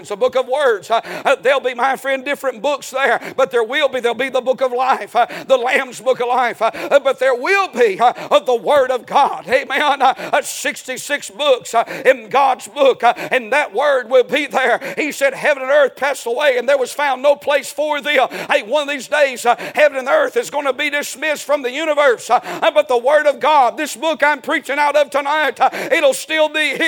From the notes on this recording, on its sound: A sermon preached Sunday Evening